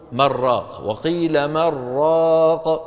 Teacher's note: القصد من ذلك فصل كلمة من عن كلمة راق، لأنه لو وصلناهم لابد أن ندغم النون في الراء · Term: سكتة